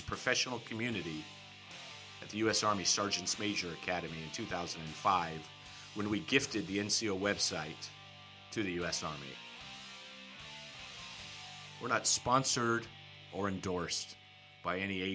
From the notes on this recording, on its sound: Here is our first test at the podcast. Mic levels were too low, it is about learning and testing, we aim to get better.